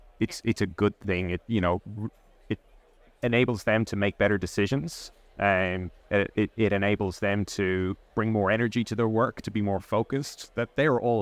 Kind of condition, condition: setting, busy venue